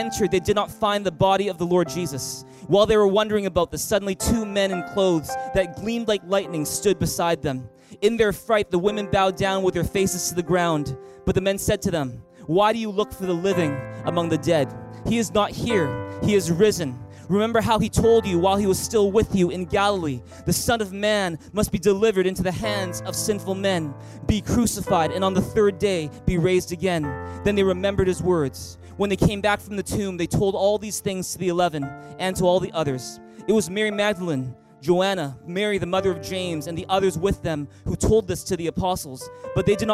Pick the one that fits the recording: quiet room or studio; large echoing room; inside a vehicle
large echoing room